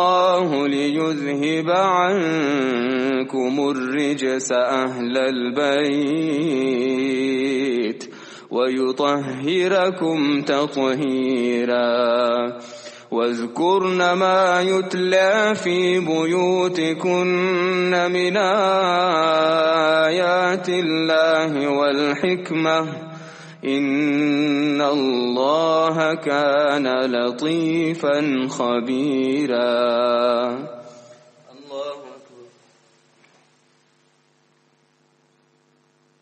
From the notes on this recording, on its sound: At the Houghton Masjid (West Street).